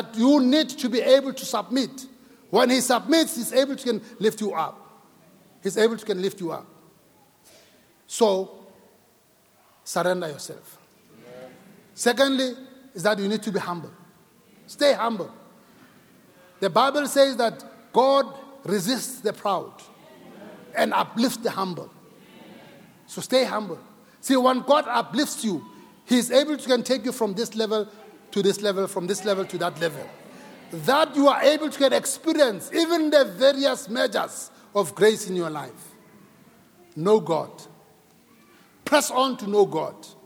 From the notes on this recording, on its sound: Preached at Grace Bible Church Pimville.